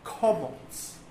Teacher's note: the kamatz in Ashkenazic pronunciation is an O sound, kamatz. So Ashkenazim and Yemenite Jews both pronounce it as an O sound.